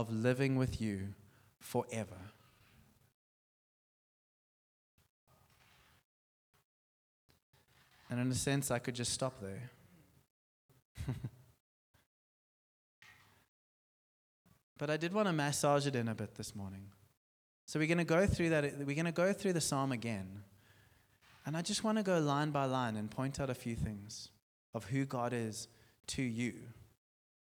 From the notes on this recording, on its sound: Sunday Sermon. At Joshua Generation Church Milnerton congregation.